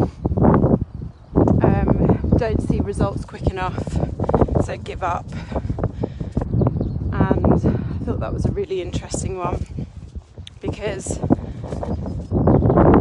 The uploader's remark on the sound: I recorded this episode out walking Henry so at some points you can hear a little bit of wind!